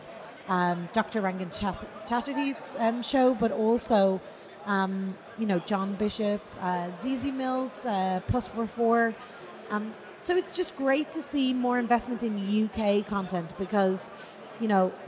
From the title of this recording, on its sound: Live in London